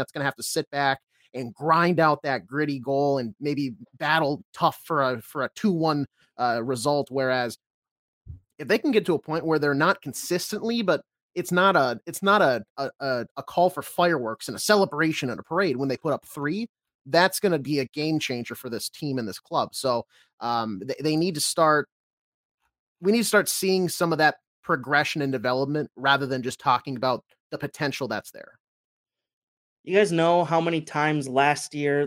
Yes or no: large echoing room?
no